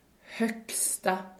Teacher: that G was devoicing